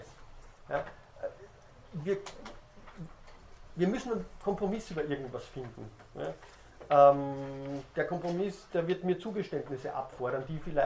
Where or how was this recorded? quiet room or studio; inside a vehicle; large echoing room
large echoing room